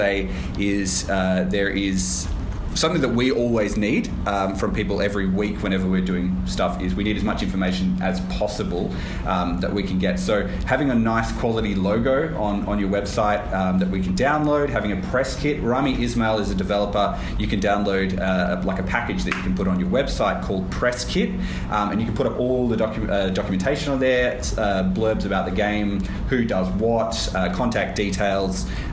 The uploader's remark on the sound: LIVE from Perth Games Festival. For this milestone we brought the show to Perth Games Festival 2016 for a live panel!